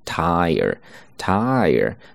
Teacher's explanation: 注意是双元音加元音，发音的时候呢慢一些，饱满一些。 · IPA: /taɪr/